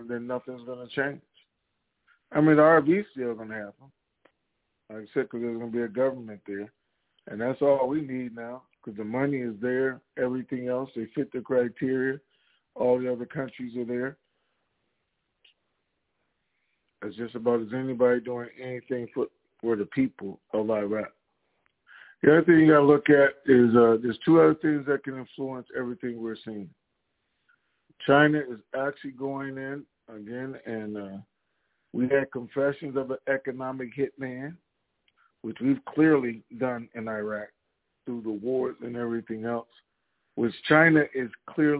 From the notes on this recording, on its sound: TNTSuperfantastic Conference Call